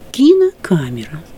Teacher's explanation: Камера – главное ударение, а кино – побочное ударение.